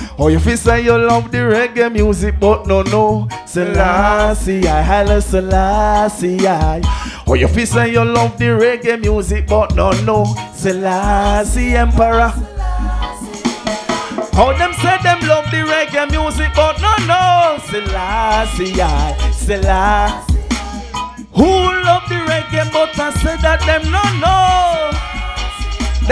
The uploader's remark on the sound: the Live Audio of the Last Do it for the Love 4 Inna Raw Stylee